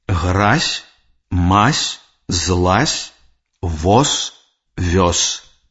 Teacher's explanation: з цеста, з цёскам, з цырка, з цесцем, без цвіка. Звонкі язычныя «з» на канцы слова аглушаюцца і вымаўляюцца як «с», «с».